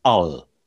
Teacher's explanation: it would not just lose its final vowel, it will lose its accent as well. So it becomes part of the accentual unit of the word that follows.